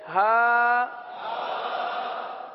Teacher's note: حلق کے آخر والے حصے سے